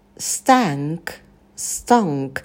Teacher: Звук «т» не придыхается, потому что он идет после «с».